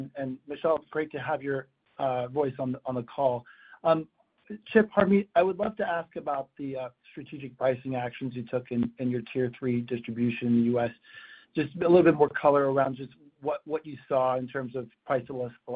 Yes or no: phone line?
yes